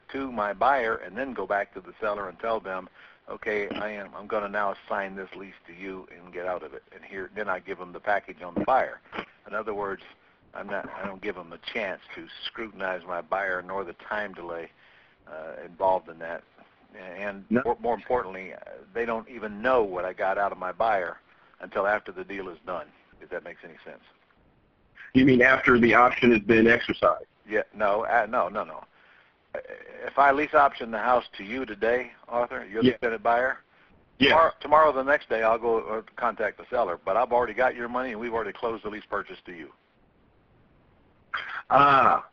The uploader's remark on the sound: 2014-06-09 Q&A Call